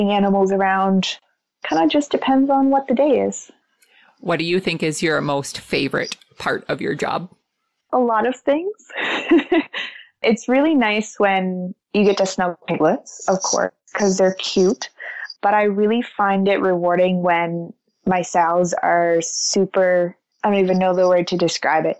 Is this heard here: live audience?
no